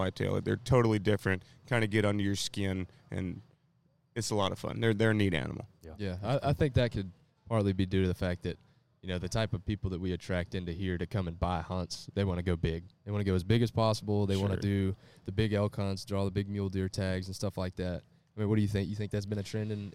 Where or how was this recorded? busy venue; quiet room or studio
busy venue